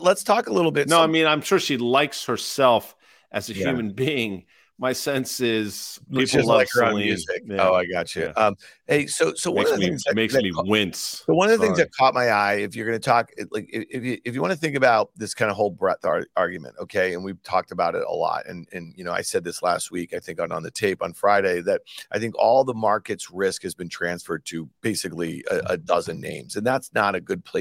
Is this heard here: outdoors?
no